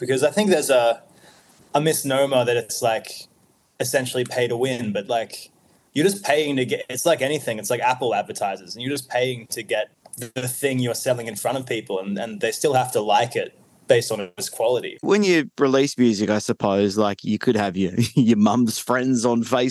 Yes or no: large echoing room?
no